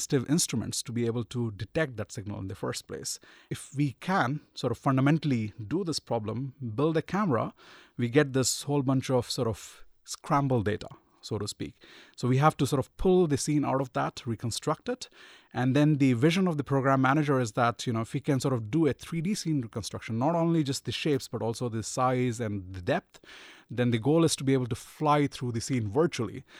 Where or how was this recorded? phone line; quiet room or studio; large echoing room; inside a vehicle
quiet room or studio